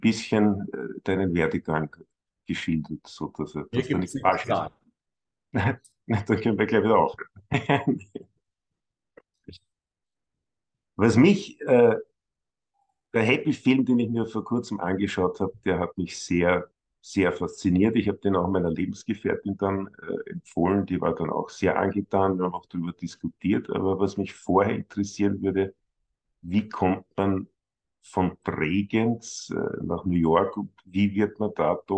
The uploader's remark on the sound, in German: Leider haben wir uns verpasst, als er in Wien war, daher haben wir via ZOOM gesprochen und die Tonqualität meiner Stimme ist leider nicht ganz so toll.